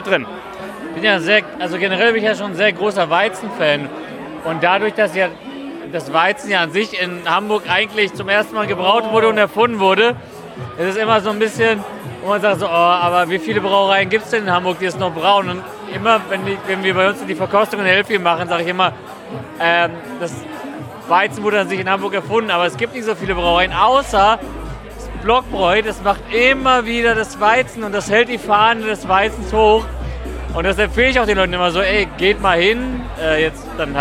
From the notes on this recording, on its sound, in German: Waren auf dem von Ratsherrn organisierten “ Hamburg Beer Festival ” unterwegs und haben viele Biere probiert und dazu die passenden Stimmen eingefangen. Ratsherrn Hamburg Beer Festival 2023.